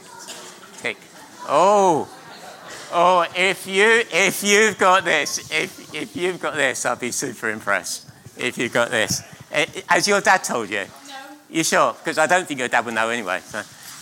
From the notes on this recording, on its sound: at King's Church, Cockermouth